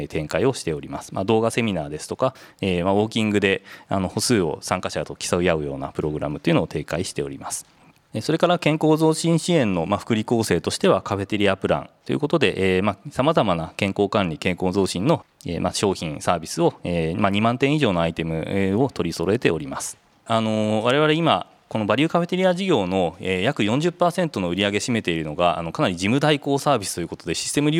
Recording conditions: busy venue